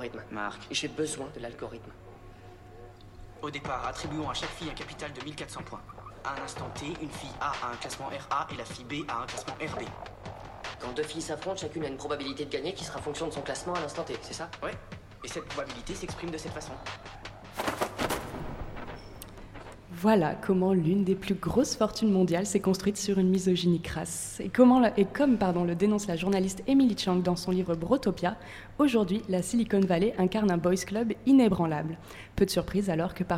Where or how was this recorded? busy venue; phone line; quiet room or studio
busy venue